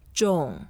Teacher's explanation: 重 is the fourth tone, so we go down and you can make it slightly longer.